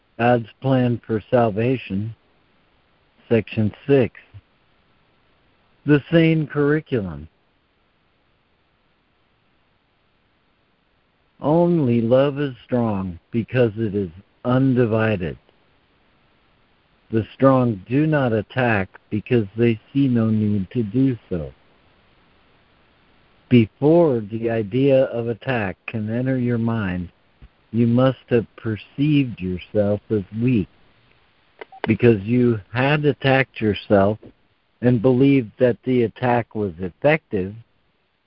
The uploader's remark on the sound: ACIM Daily Conference Call